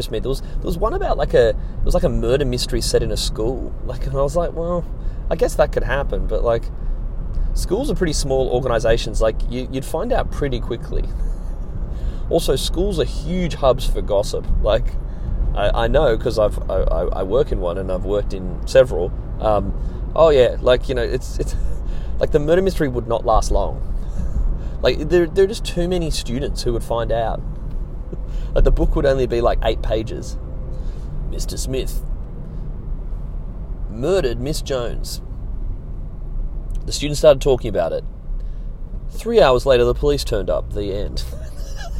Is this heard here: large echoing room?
no